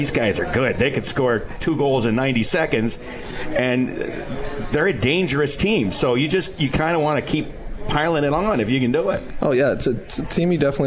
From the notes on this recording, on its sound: Live from Swifty’s